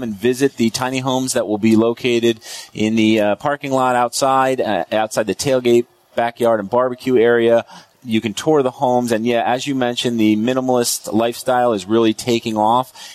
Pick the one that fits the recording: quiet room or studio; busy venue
busy venue